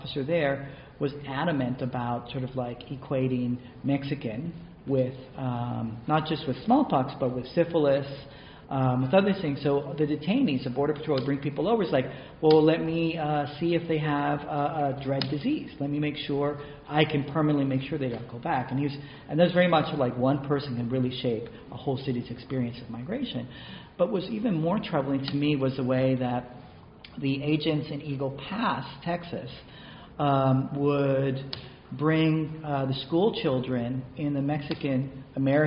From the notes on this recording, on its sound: This conversation was recorded during a session of the 109th annual meeting of the Pacific Coast Branch of the American Historical Association held earlier this month in Kona, Hawaii.